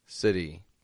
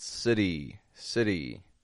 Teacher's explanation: Getting that flap T after the schwa.